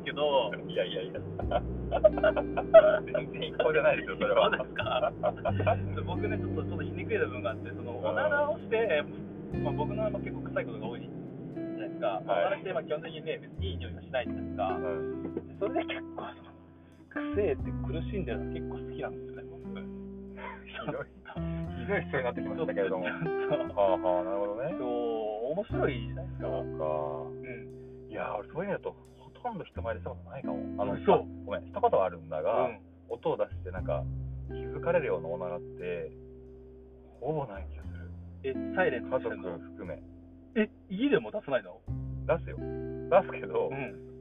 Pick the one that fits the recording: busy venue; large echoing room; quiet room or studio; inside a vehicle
inside a vehicle